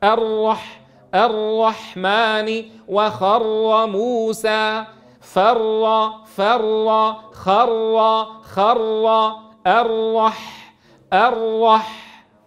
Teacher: أن له قبول التكرار لارتعاد طرف اللسان عند التلفظ به · Term: صفة التكرير